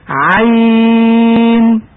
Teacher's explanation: أن تقرأ بتوسيط ياء عين من فاتحة مريم والشورى فقط دون القصر ودون الطول، أن تقرأها هكذا عين.